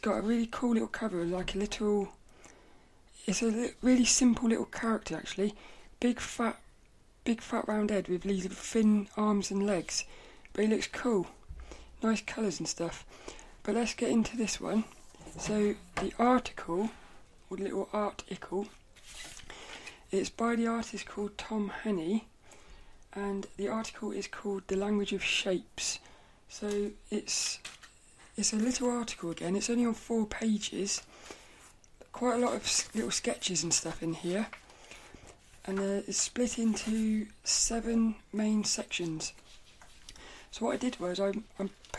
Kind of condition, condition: fault, sounds in the background